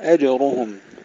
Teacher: ترقيق الهمزة والجيم مع قلقلة الجيم